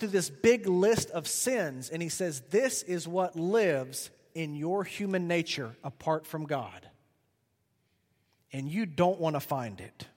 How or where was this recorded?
large echoing room